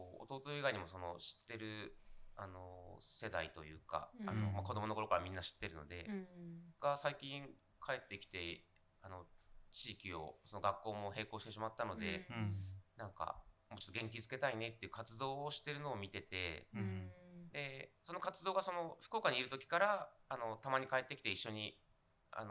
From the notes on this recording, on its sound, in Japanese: はじめてのオフライン収録につき、音声が小さめです。ごめんなさい！！